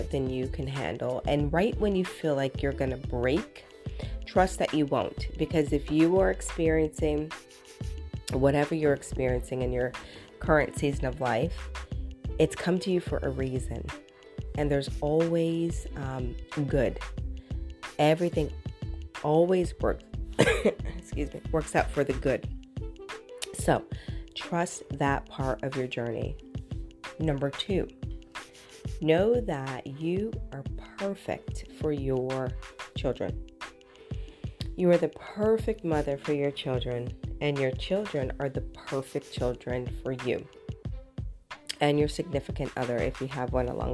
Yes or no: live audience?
no